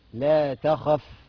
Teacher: لو وقفنا عند الفاء بنعمل حاجة اسمها همس، يعني جريان النفس، بنجري النفس مع الحرف